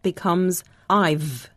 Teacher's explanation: When we're speaking, we often shorten the word have and just say v instead.